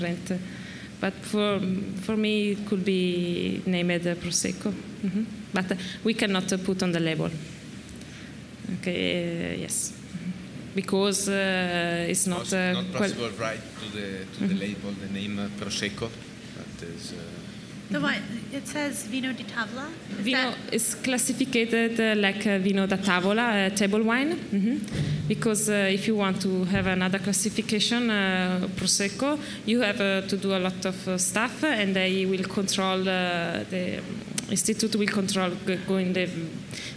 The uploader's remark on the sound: RAW WINE NY 2019. This talk was recorded by Heritage Radio Network as a part of RAW Wine NYC 2019's Speakers' Corner.